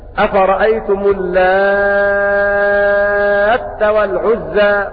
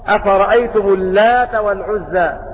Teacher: قرأ بالتشديد في قوله تعالى أفرأيتم اللات والعزى بتشديد التاء مع المد ست حركات لأنه يصير عندئذ مدا لازما · Shown in: first take